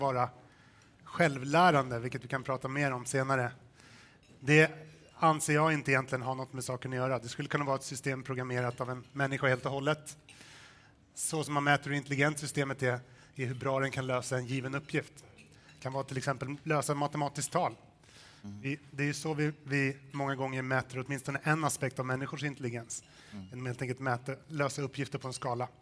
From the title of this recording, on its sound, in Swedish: Bonusavsnitt live